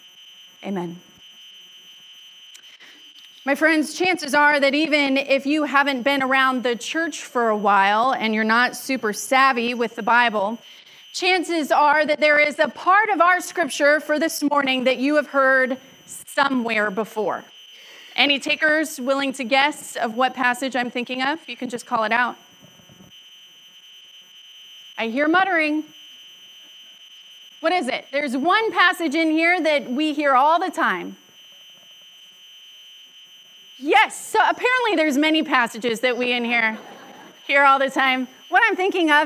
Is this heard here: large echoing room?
yes